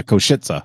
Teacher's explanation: So like the S with the thing on is a sh sound, and then the CE is a TZ, like tizza sound.